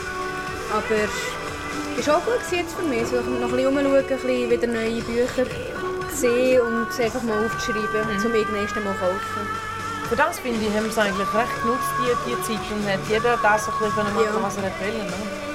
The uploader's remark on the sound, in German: Was ich mit einem Aufnahmegerät an der Frankfurter Buchmesse mache?